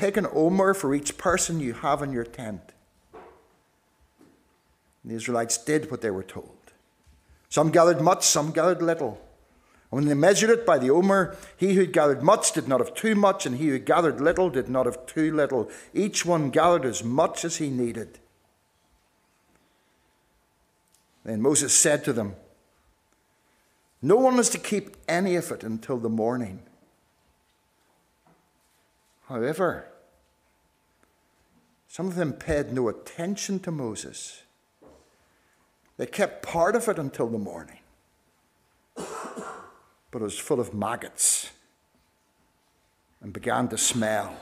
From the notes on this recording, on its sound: This is the recording of the Bible reading and sermon from our harvest evening service